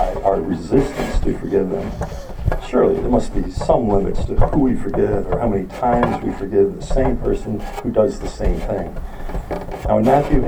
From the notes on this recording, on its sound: We apologize for the poor audio quality.